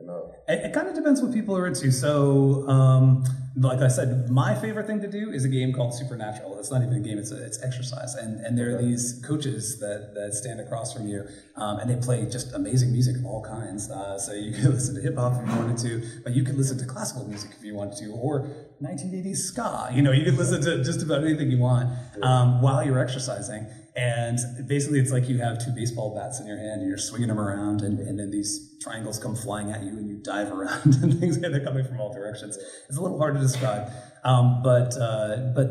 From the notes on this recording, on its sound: live at the STEM PLUG 1st annual EduVibe Fest in Durham, NC